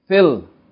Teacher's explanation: But we're not going to pronounce the Fatah. We're going to join whatever is before the Hamzatul Wasl to whatever is after, which is a Lam. Right? So we're going to go straight to the Lam.